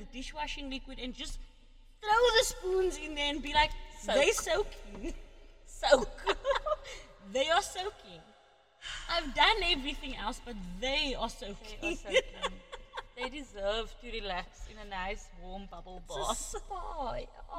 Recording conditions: echo